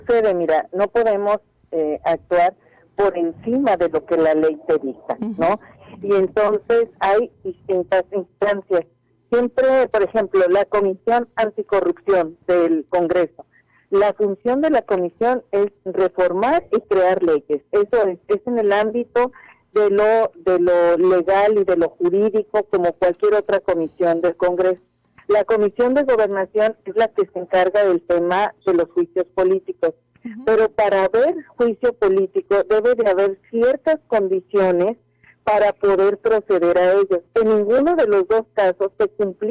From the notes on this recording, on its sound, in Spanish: Entrevista telefónica Oreja 102.5 FM. Cajeme.